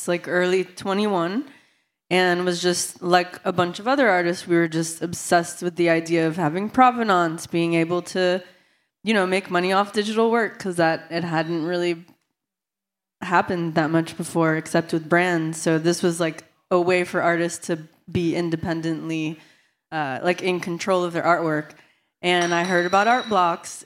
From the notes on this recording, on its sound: panel hosted by Shiseido at Gateway Miami